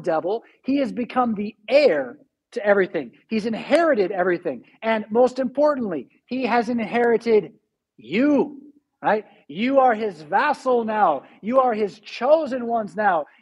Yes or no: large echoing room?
yes